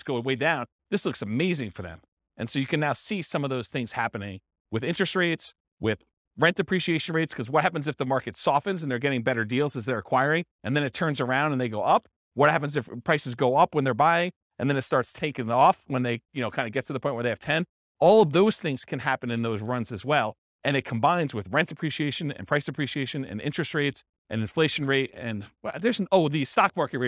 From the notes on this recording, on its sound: This was a live class recorded